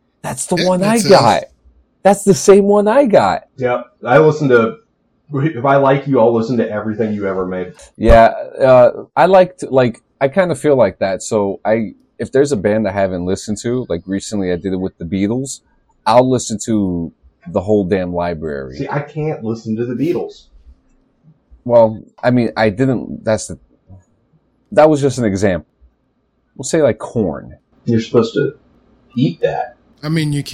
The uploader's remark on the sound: Please note we experienced some microphone issues and we're currently adjusting for future episodes.